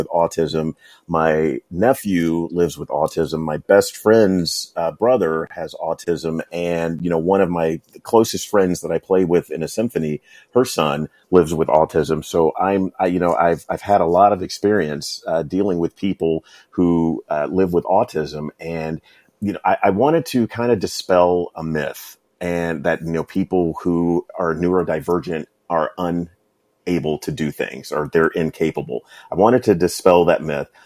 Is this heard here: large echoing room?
no